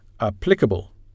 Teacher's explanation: a four-syllable word, has the stress on the second syllable